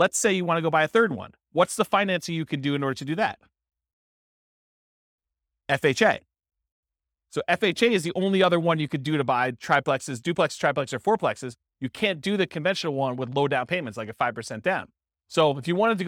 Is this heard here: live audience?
yes